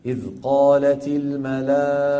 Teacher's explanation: نبدل التاء هاء، والهاء هذه لا يوقف عليها بالروم ولا بالإشمام. مثلا قالت الملائكة، إذ قالت الملائكة بنقول إذ قالت الملائكة، هاء ساكنة وبس، فلا يدخل الروم ولا الإشمام. · Term: هاء التأنيث